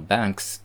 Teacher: 銀行のバンクの複数形のバンクスっていうのは、コーダの位置に子音が3つあるんですよね。